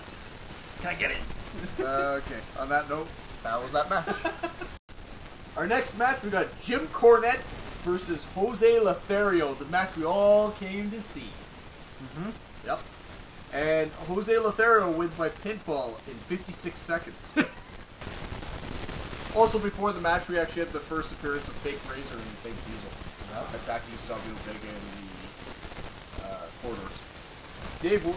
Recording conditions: poor sound quality